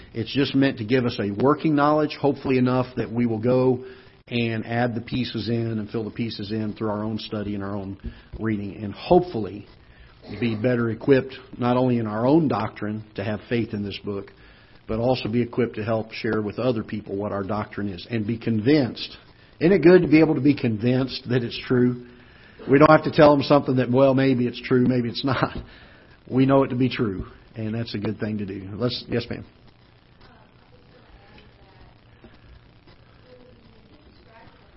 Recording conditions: large echoing room